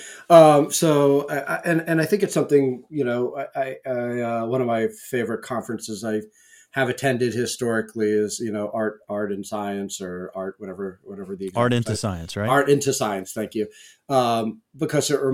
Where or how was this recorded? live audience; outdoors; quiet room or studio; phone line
quiet room or studio